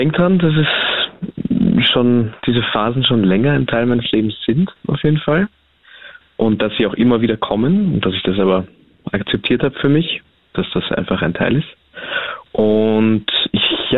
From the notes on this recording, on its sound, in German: Am Telefon